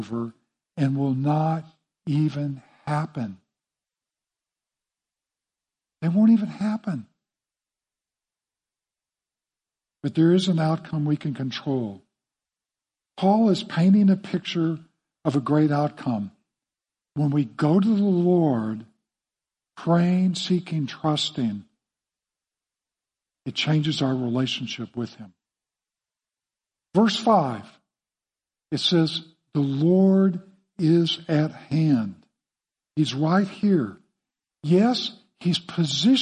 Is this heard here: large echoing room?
yes